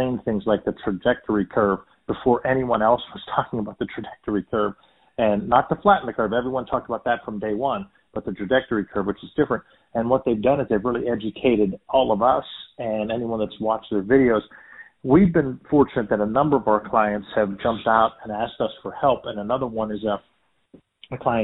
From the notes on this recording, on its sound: a quick phone interview